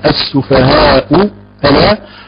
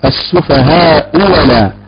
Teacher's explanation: بالنسبة للهمزتين المختلفتين في الحركة، إذا كانت الأولى مضمومة والثانية مفتوحة، مثال ذلك السفهاء ألا، قالون يبدل الهمزة الثانية واو خالصة · Shown in: second take · السفهاء ولا.